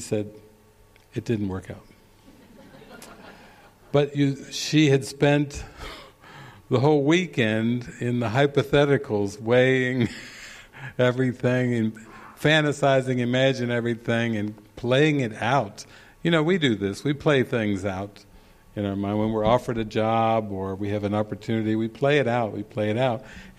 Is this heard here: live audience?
yes